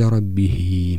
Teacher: هاء الضمير في ربه قد أشبعت كسرته وتولد منها الياء · Term: إشباع الكسرة